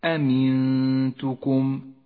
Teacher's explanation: أمنتكم النون ساكنة وبعدها حرف التاء، تخفى النون بالتاء مع بقاء غنة للنون من غير تشديد · Term: الإخفاء